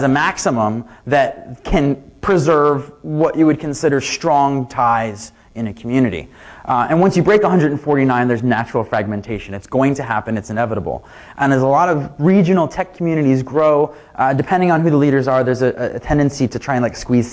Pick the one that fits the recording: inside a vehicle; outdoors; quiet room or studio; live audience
live audience